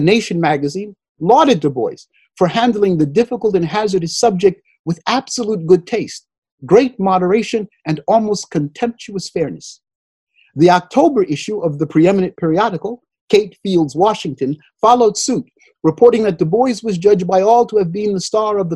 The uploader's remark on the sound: Due to the COVID-19 Pandemic, the 2020 Mary Stevens Reckford Memorial Lecture in European Studies with Dr. Was held via Zoom video conference.